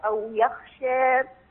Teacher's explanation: تقليل رؤوس الآية هنا واجبة عند ورش